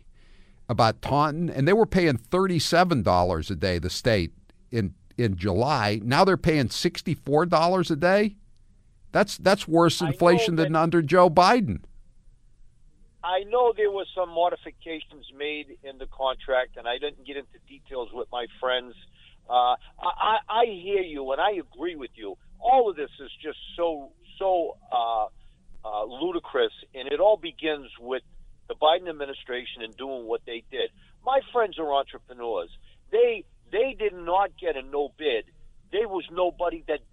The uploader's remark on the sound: The phone lines are flooded with callers